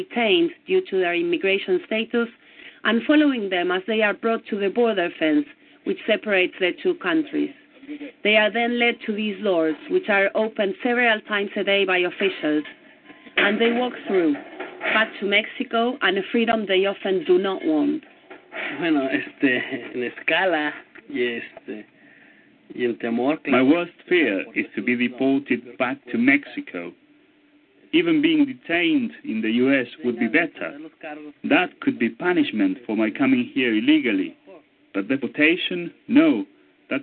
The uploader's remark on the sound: News and your phone calls tonight "LIVE".